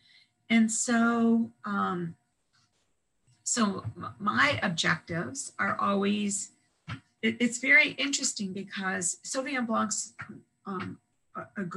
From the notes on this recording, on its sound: This interview was conducted. Over Zoom.